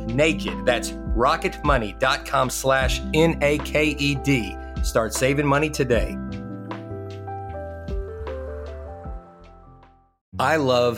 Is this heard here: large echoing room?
no